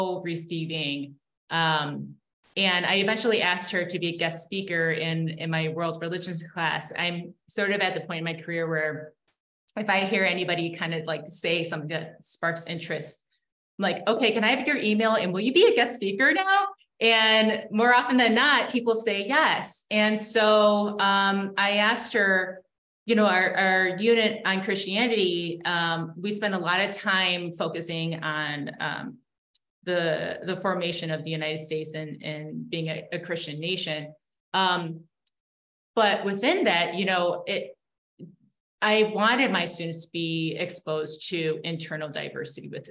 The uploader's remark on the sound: Educator Webinar